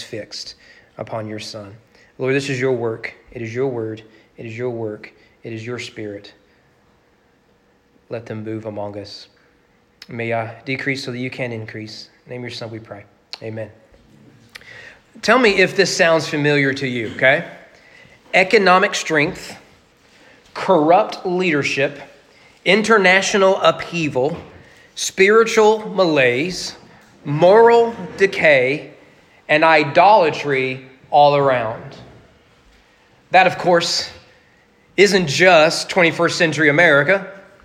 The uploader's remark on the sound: Sermon preached at Walnut Grove Baptist Church on February 28, 2022 for their Man Up event.